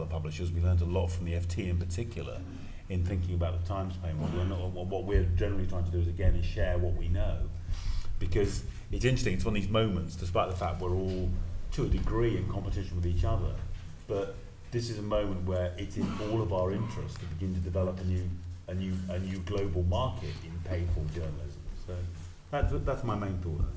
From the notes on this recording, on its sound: Panel debate at the 30th Anniversary Reunion of the Journalism Fellow Programme.